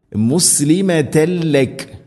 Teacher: മണിക്കാതെ ലാമിലേക്ക് തൻവീനിനെ കൂട്ടി ലയിപ്പിക്കണം · Term: ഖാം ബിലാഗുന്ന